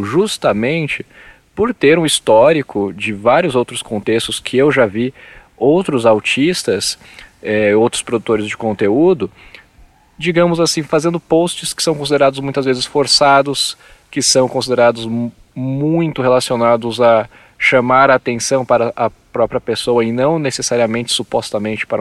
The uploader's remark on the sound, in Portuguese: Direto do Parque Estadual do Caracol em Canela, no Rio Grande do Sul, no primeiro episódio do Introvertendo com convidados gravado presencialmente em anos.